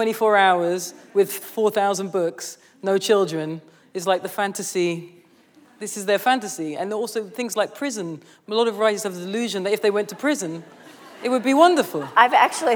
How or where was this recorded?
live audience